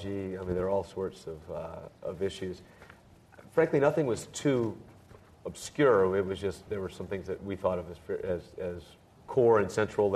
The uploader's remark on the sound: This program was recorded in front of a live audience at The Commonwealth Club in San Francisco on October 8, 2010